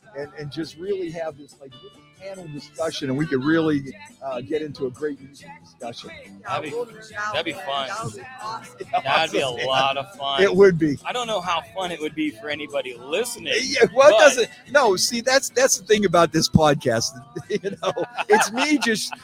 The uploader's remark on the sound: live from Penguin City Brewing!